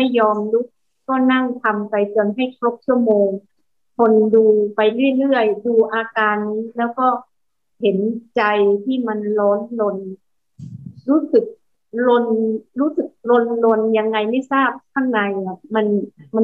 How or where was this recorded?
video call